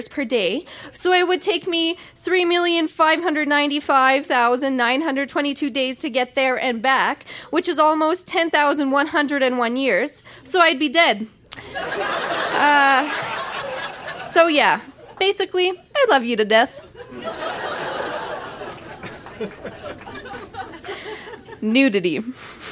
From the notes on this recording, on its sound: Recorded live at Yuk Yuk's in Calgary.